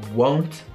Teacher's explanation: Invece per won't, una cosa del futuro che non succederà, devi mettere la O e mi raccomando aggiungete la U molto forte